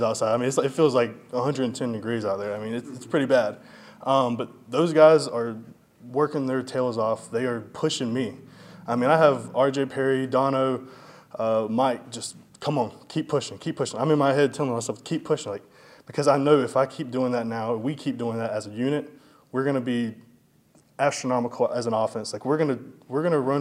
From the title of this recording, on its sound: full audio from Monday press conference